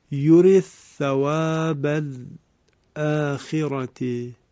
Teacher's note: ادغام حرف دال از کلمه یورید در ثاء کلمه ثواب صورت میگیره